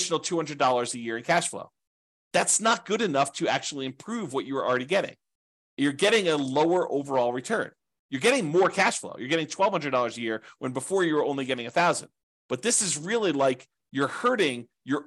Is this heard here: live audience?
no